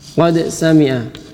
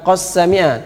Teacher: Dal bertemu dengan sin. Ini walaupun berdekatan, tapi Imam Hafiz membaca dengan izhar. · Shown in: first take